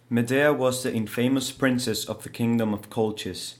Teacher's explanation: Listen out particularly for the R. The accent is rhotic all the way through, but the Spanish R sits quite high up, and the dentalized T's, again, that sort of city quality.